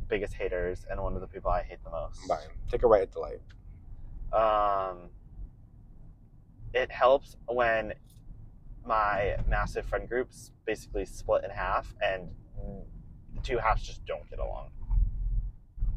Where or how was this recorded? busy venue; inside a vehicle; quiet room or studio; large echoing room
inside a vehicle